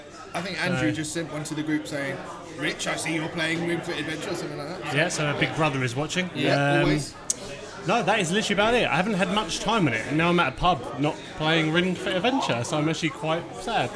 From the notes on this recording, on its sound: Meet up at LOADING gaming bar in Dalston for a press event, and decide to record a cheeky Express before going in. Being recorded in a pub, there's some background noise to contend.